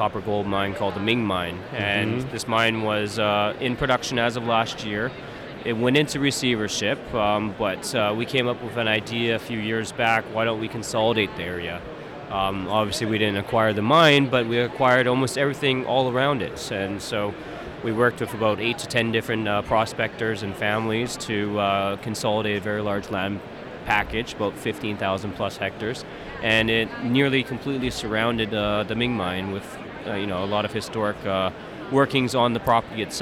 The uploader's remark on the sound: joins the podcast from the Roundup Conference in Vancouver